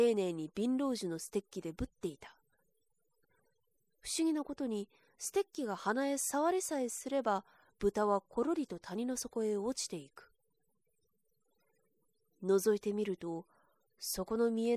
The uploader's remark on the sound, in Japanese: 自宅録音ですのでノイズなどはご了承くださいませ。